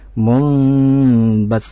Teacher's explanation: Jadi di situ ada nun sukun bertemu dengan huruf ba, maka hukum tajwidnya adalah iqlab. Ya, jadi harus didengungkan kemudian dirubah ke huruf mim ya